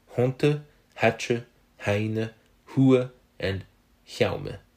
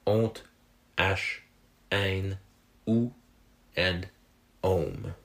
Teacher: At the time of the narrative, so the 11th century, the H was probably still pronounced, and those words would have possibly been something like honte, hatche, haine, hua, and hiaume. In the last century of Old French, the H became silent again · Shown in: second take · and today those words are honte, ash, ein, ou, and ohm.